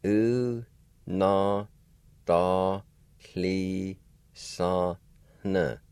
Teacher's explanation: At the very end of this word, the N will be a nasalized sound or have an H sound right before it.